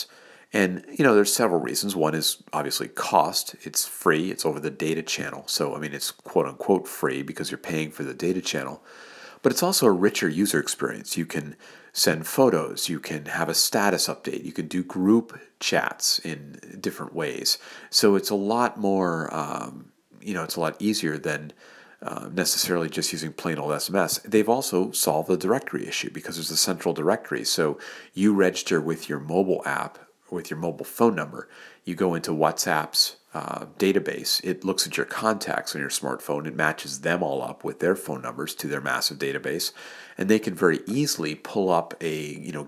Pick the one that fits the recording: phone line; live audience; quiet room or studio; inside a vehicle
quiet room or studio